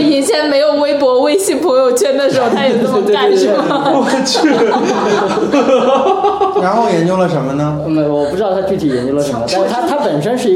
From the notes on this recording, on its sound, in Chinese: 本期节目为在张大妈办公区用录音笔录制，可能有街道上的杂音，请见谅。